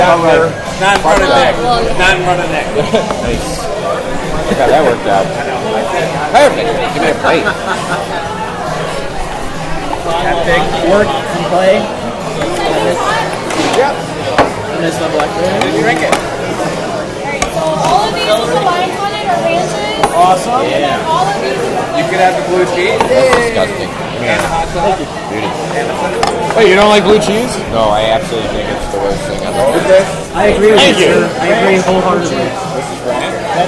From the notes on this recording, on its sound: Recorded Live at Hooters in Terrible Quality.